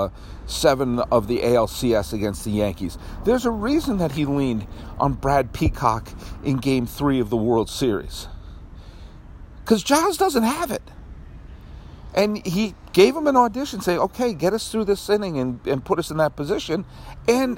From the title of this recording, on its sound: Outside Dodger Stadium